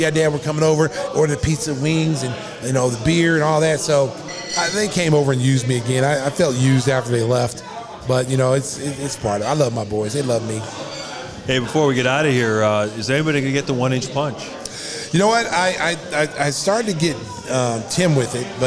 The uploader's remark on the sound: Live at Salutos